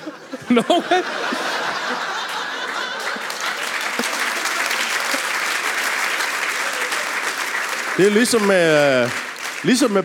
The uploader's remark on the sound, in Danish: LIVE fra Skive